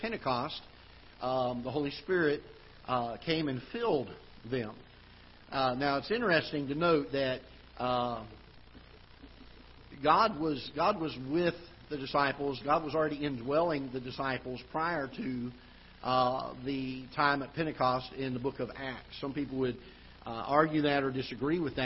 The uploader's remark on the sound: Ketha Heights Baptist Church ~ Live Broadcast